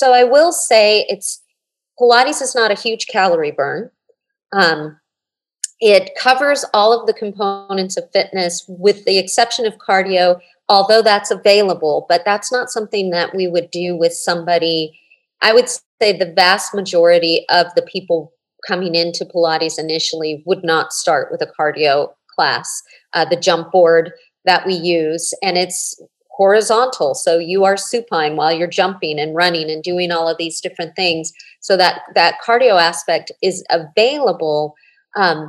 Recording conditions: video call